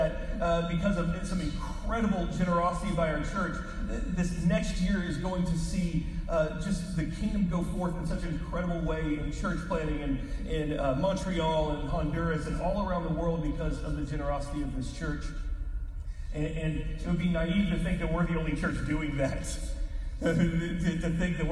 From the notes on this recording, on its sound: We apologize for the poor quality of the audio. We had an issue with our recording this week.